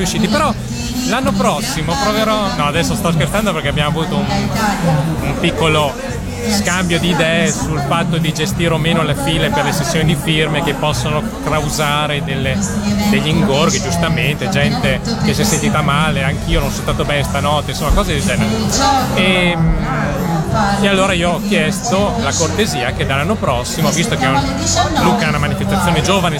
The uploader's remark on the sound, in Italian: Da Lucca Comics & Games 2012 la nostra intervista